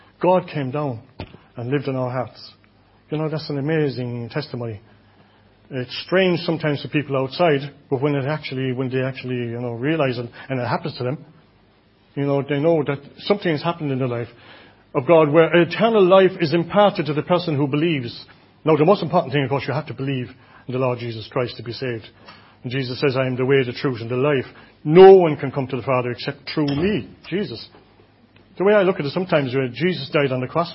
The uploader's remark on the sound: Audio recording of the Sunday morning Bible Teaching. Enniscorthy Christian Fellowship, Enniscorthy, County Wexford, Ireland.